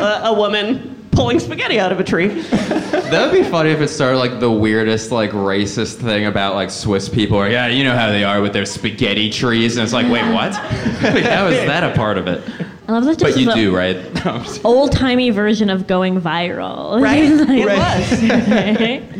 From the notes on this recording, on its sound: LIVE at UCB Sunset. The audience joins in at the end with some historical pranks and goofs of their own, because our live shows are interactive and fun like that.